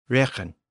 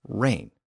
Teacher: But in English, we have rain. One syllable and no consonant in the middle. · Shown in: second take